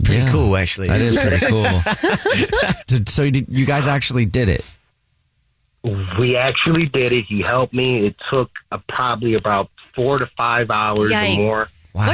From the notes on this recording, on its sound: Finds a guy on the phone who dug up his Grand Dad!